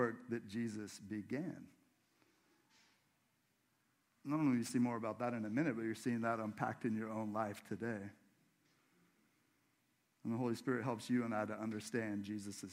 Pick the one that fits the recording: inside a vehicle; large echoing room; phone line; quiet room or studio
large echoing room